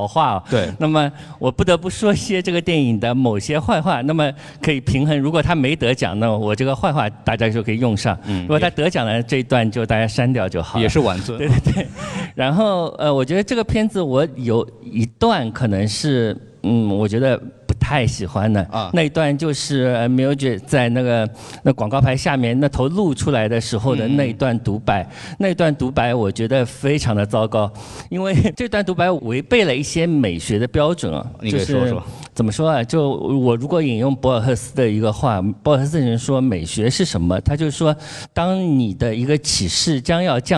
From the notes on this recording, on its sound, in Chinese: 上海美琪大戏院。映后交流的现场录音。回答了现场观众的录音。